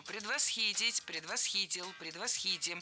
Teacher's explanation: Всегда ставим ударение на третий слог.